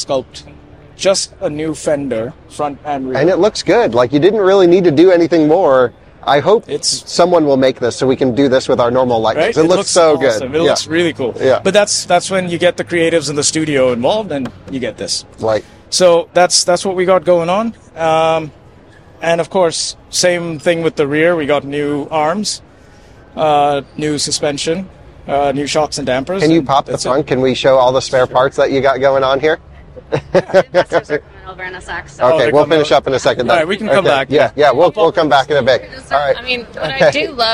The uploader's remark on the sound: a walking podcast around the Chicago Auto Show